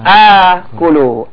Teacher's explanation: A-nya panjang kerana sudah tukar dengan alif sebagai tanda mat.